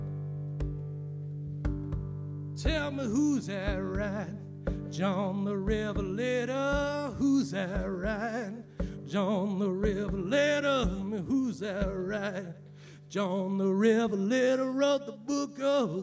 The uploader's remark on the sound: live at Harry's Hill